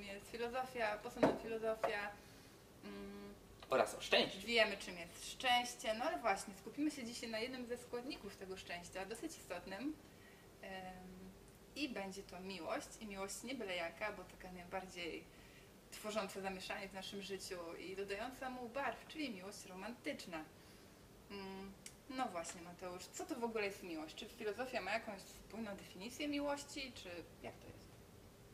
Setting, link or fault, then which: setting, busy venue